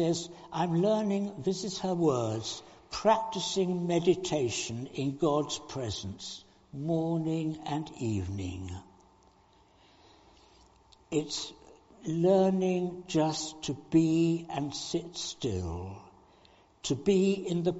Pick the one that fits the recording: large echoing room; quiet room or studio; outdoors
large echoing room